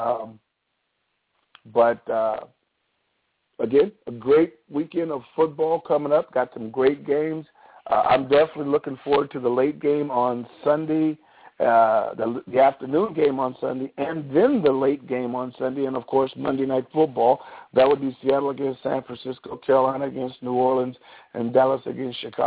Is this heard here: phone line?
yes